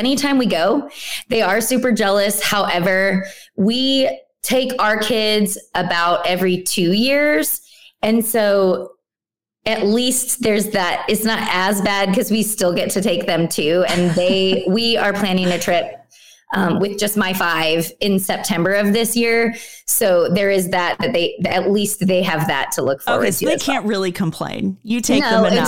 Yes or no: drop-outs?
no